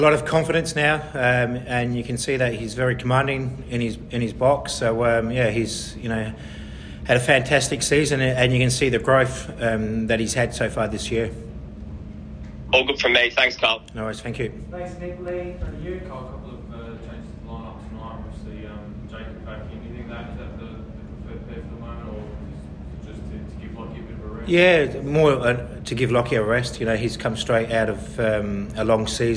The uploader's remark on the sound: Post-Match Press Conference